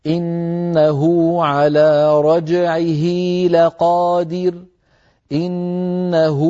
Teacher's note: أشبعت ضمة الهاء حتى تولد منها واو؟ لكن لو فتحنا المصحف الآن لا نجد واوا موصولة بالهاء، لا يستعملونها في الوصل والوقف، فقط في الوصل.